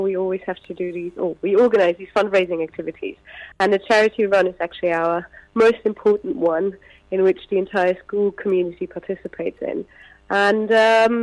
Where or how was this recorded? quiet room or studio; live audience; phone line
phone line